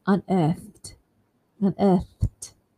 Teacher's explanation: so th sound there is voiceless, so you end it with a voiceless T